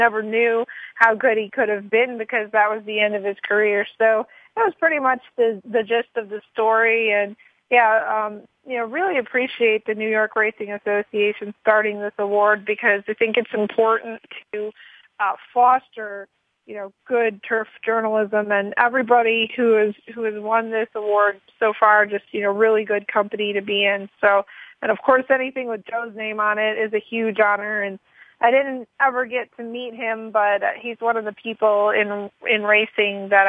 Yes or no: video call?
no